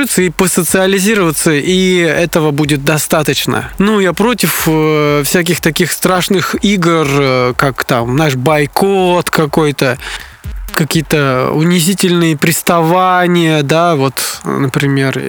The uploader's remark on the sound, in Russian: Выпуск подкаста записали в лесу.